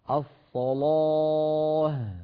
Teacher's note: فخم اللام والألف بعدها